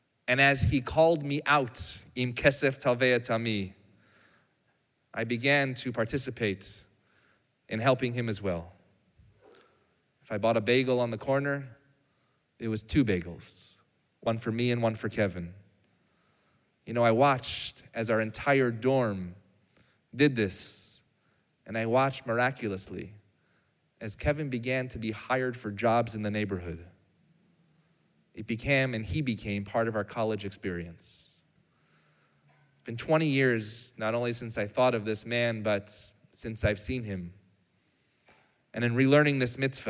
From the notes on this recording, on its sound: Recorded live on Shabbat